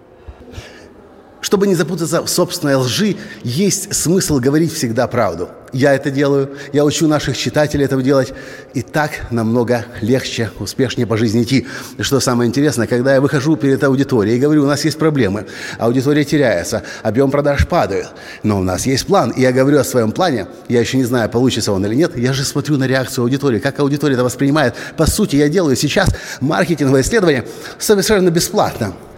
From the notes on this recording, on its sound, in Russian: Своим выступлением на сцене Свободной Школы Журналистики.